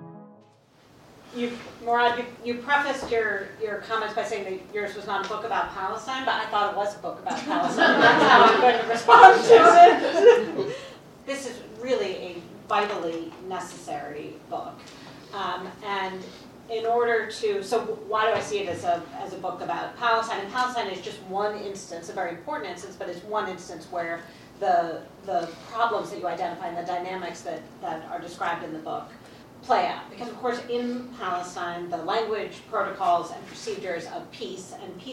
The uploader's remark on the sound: featuring audio from events at Columbia University